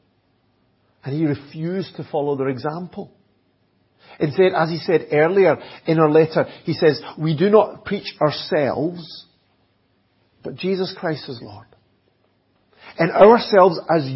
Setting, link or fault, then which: setting, large echoing room